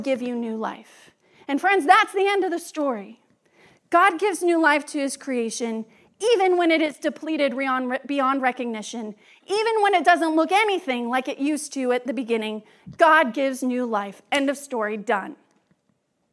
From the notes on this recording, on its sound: Message was delivered during the Traditional and Contemporary joint worship service.